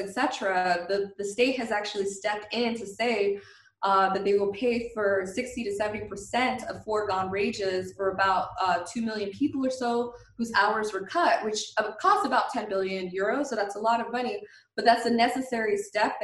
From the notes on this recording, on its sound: We will be speaking with our guests, one or several at a time, via Skype, and will try to have brief, informative, and non-draining calls.